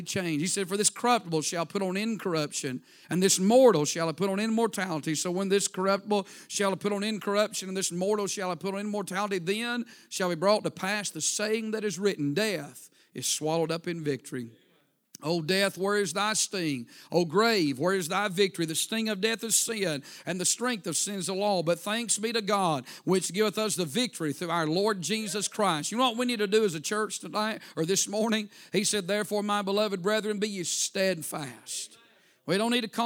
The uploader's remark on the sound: A sermon preached Sunday Morning, on October 8, 2023.